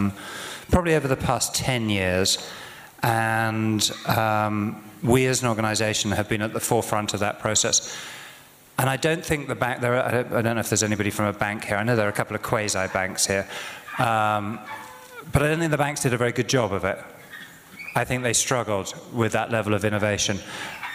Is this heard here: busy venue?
yes